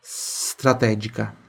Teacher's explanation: você tem que falar só o soprinho do S